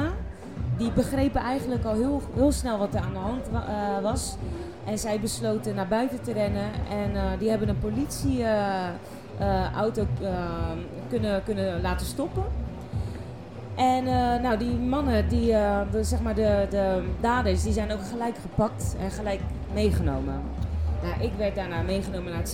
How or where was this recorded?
busy venue